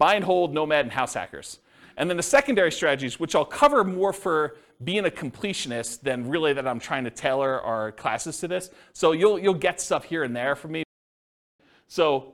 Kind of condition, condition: setting, live audience